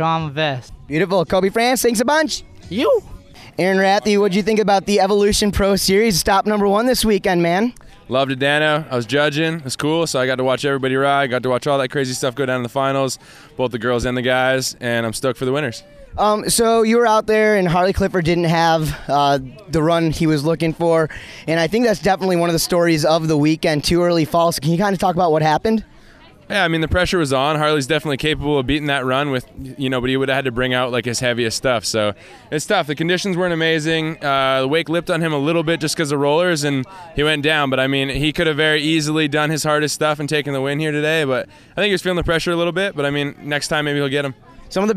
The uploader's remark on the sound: Episode 76 is an “Event-Cast” from the Malibu Factory Smoky Mountain Pro, stop one of the 2017 Malibu Boats Evolution Pro Series. This podcast was recorded on-site outside of Knoxville, TN at the Malibu Factory during the contest and includes audio from the event and athletes.